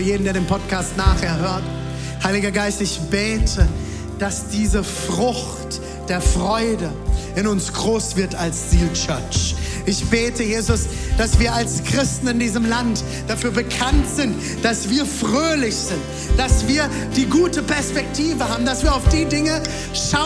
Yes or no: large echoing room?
yes